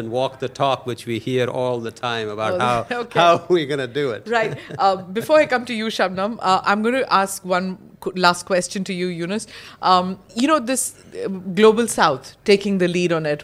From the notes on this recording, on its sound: held at the Raisina Dialogue in New Delhi, March 2023